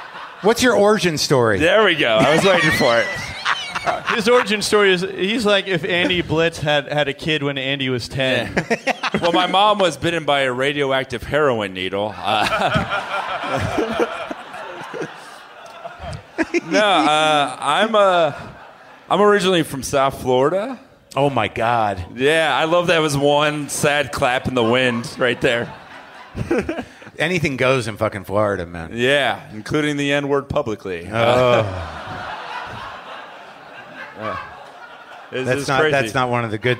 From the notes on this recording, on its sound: Recorded at The Bell House in Brooklyn.